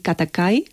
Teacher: Katakai tiene unos sonidos oclusivos muy fuertes, muy cortantes